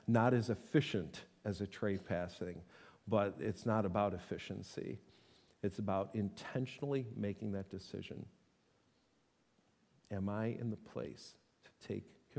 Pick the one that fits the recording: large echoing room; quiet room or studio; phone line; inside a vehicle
large echoing room